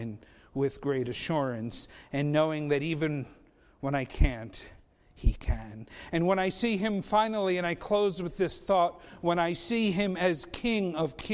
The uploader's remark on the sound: Faith Baptist Church in Hamilton, NJ.